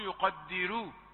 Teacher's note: ورش يقول يقدر، الراء المرققة، الراء ترقق عنده تبعا لما قبلها وهو الكسر